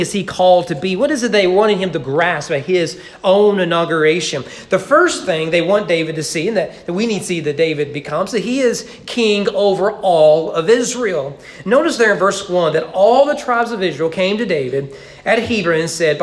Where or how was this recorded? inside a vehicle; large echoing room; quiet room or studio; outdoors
large echoing room